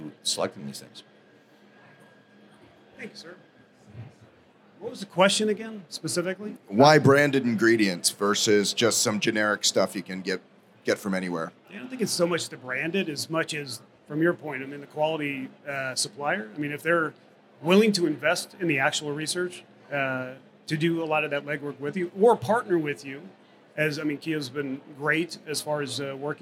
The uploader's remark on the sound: At SupplySide West 2024, one of the biggest events was a panel discussion held at the Kyowa Hakko USA booth.